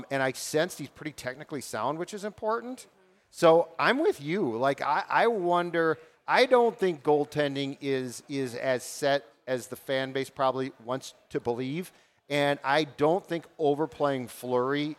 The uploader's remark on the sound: Went live from JL Beers in Burnsville as preseason camp for the Minnesota Wild began.